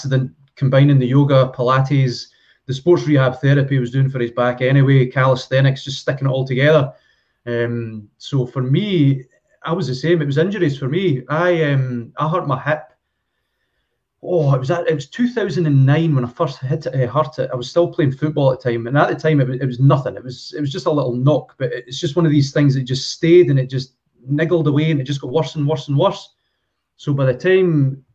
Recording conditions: video call